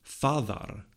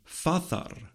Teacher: On the evidence available to us from the oldest Germanic languages, we'd want to posit, in Proto-Germanic, the reconstructed form father, with a voiced fricative in the middle · Shown in: first take · But Grimm's law tells us that the form should be father, with a voiceless fricative in the middle, since in other Indo-European languages, this consonant is a voiceless plosive.